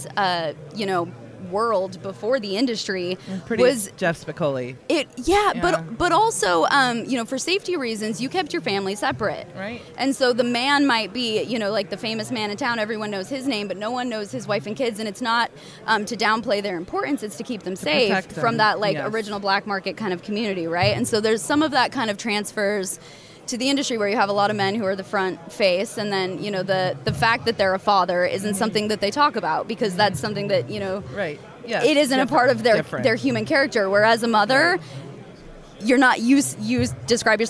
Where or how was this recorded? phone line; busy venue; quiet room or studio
busy venue